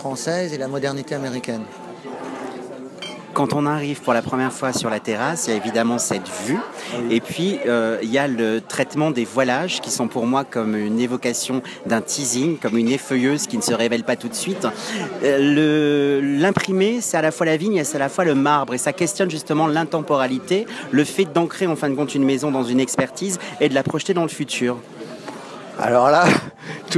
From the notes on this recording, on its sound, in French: Festival de Cannes 2016 - Terrasse Mouton Cadet. En créant sur la Terrasse du Palais des Festival un maison face à la mer.